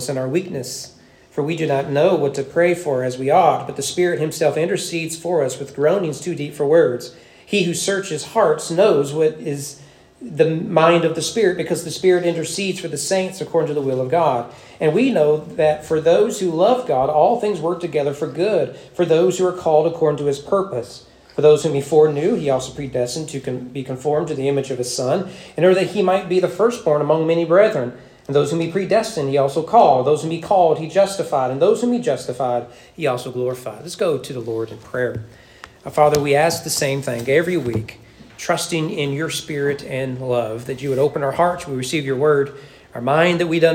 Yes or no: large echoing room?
yes